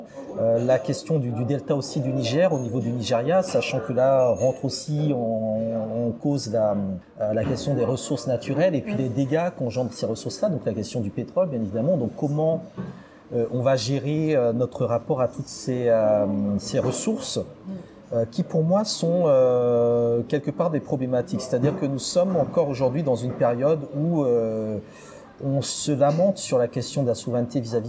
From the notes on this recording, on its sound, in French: Je l’ai retrouvé à Paris, dans un café. Un peu de bruit d’ambiance donc, autour de notre conversation.